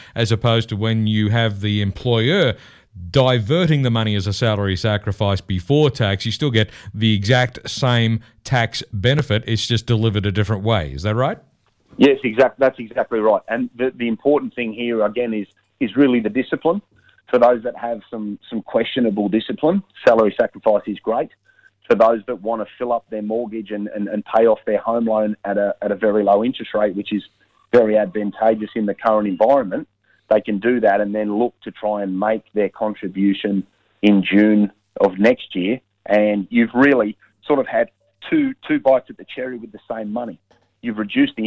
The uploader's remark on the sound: via the telephone, given the covid precautions in Canberra.